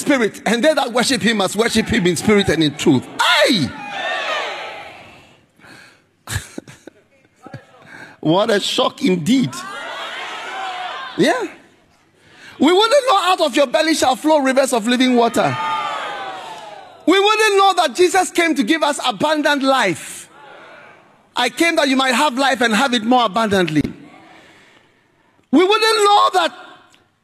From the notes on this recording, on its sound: Preached at the Trinity Christian Centre, Singapore.